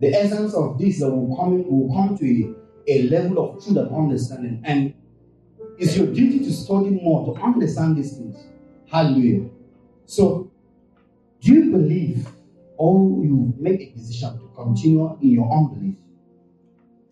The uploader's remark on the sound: This week's podcast is of low quality because of some technical issues